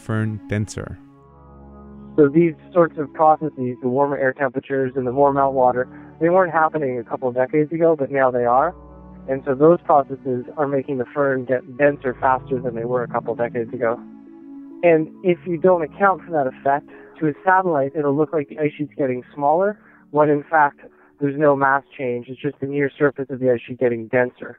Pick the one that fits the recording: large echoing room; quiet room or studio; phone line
phone line